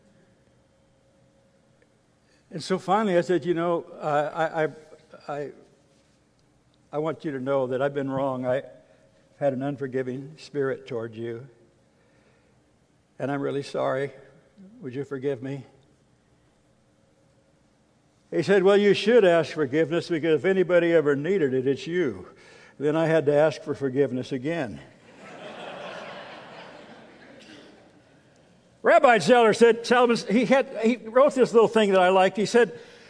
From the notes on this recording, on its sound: From the Northern California and Nevada Calvary Chapel Pastor's & Leaders Conference